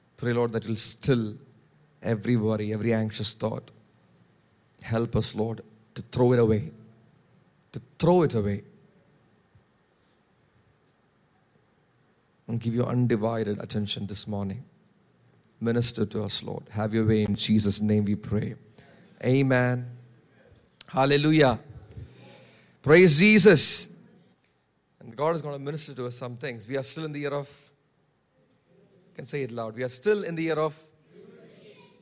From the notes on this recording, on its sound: preached on 19 March 2023 at Revelation Church